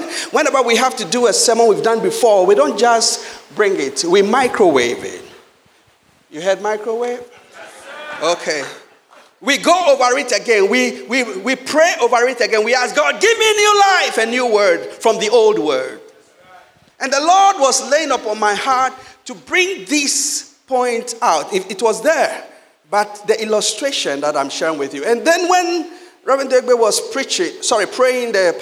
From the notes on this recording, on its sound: Sermon preached at CBC Shiashie Campus